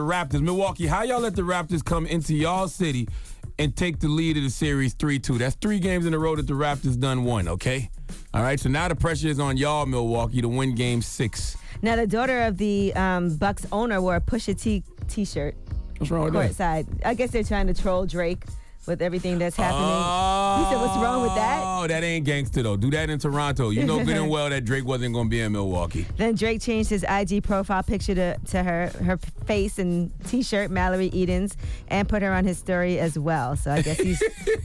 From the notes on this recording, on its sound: we opened up the phone lines to hear the listeners stories